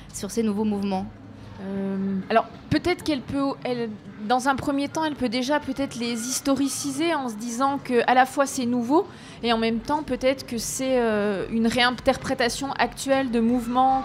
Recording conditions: busy venue